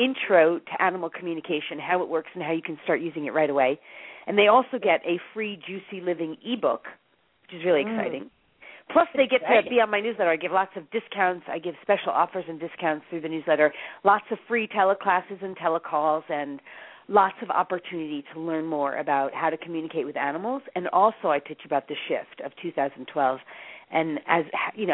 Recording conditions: phone line